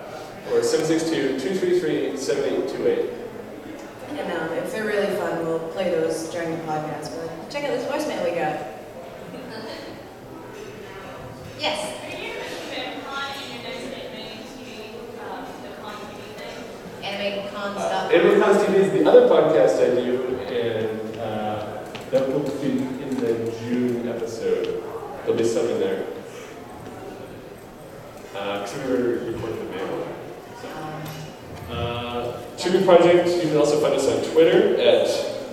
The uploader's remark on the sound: Live at BAMCon 2012